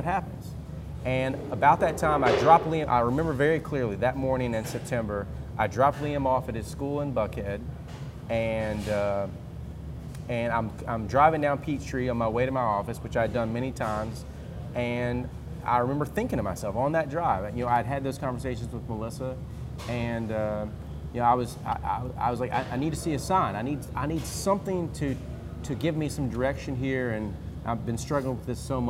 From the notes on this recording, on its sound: Cool Springs Brewery was gracious to let us record our &quot;Executive Meeting&quot; at their incredible location in Franklin, Tennessee. Cool Springs Brewery was gracious to let us record our "Executive Meeting" at their incredible location in Franklin, Tennessee.